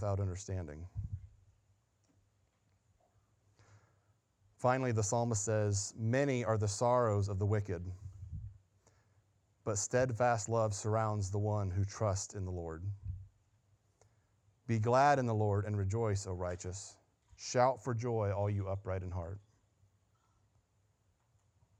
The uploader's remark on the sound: Sunday Morning Sermon Audio